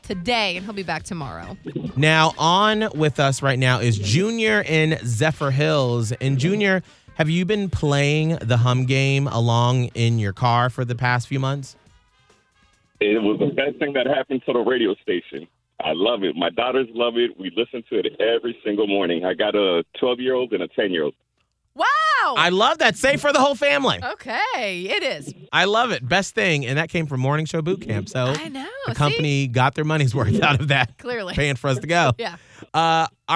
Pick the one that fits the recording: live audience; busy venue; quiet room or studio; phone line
phone line